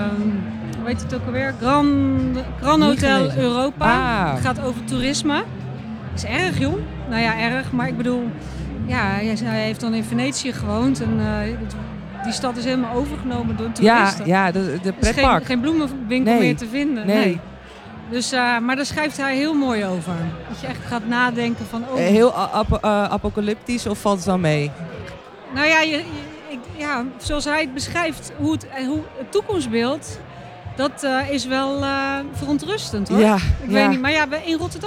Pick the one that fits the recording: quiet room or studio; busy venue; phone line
busy venue